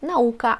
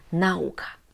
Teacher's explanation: akcentujemy na drugiej od końca sylabie · Shown in: first take